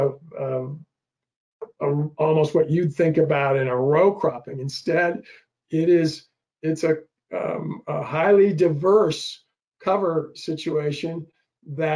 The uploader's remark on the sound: We had an amazing webinar